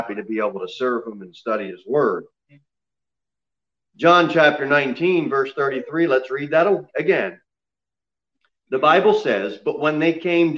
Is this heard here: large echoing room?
yes